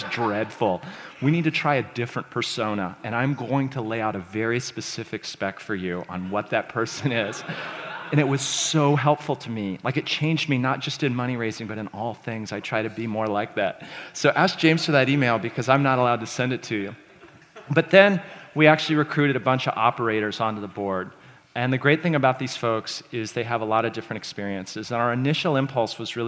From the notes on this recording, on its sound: This talk was recorded at The Scaleup Offsite, an event focused on scaling companies co-hosted by Greylock Partners and YC Continuity.